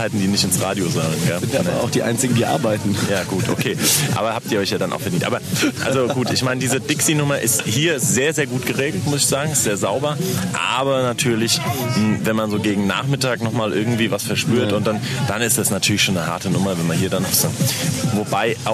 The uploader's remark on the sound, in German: auf dem Open Flair Festival in Eschwege unterwegs